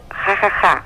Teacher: En aquest cas, la intersecció ha-ha-ha, és a dir, H-H-H-H, esdevé uh -huh. una H aspirada, eh? no és a, a, a, sinó que sona com Hawaii